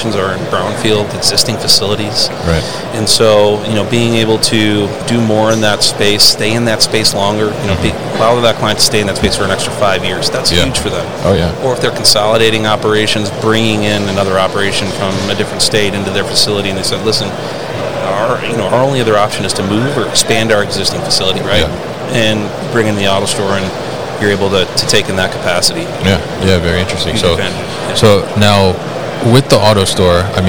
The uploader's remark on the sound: Autostore at MODEX 2022